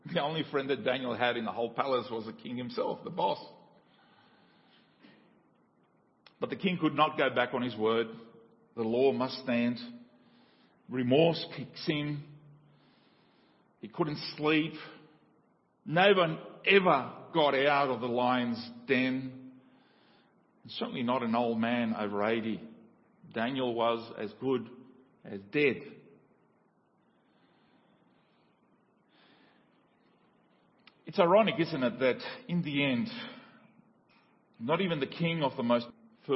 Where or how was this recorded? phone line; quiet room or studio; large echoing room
large echoing room